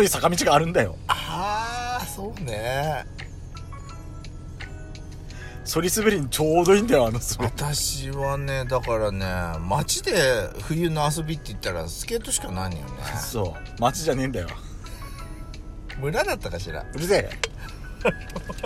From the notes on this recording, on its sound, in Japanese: Radiotalk。パーキング収録。